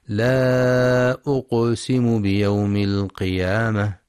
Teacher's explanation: ينتبه القارئ للمد المنفصل في لا أقسم، حيث يمد أربع أو خمس حركات في رواية حفص من طريق الشاطبية. وينتبه القارئ أيضا لقلقلة القاف الساكنة